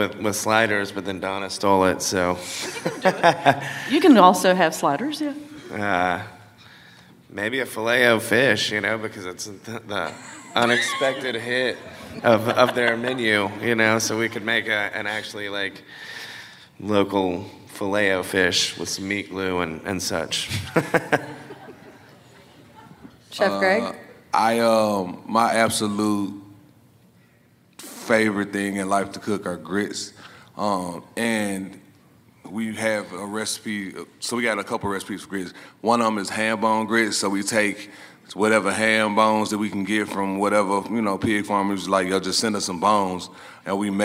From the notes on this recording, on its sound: LIVE from the Carolina Meat Conference. The Carolina Meat Conference hosted by NC Choices in Charlotte, North Carolina.